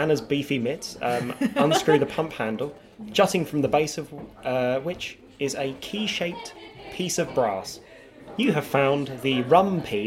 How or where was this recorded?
busy venue